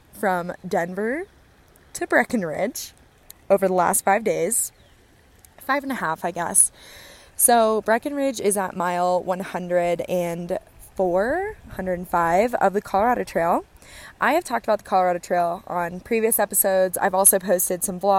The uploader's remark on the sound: Episode 8 has arrived live from the Colorado Trail!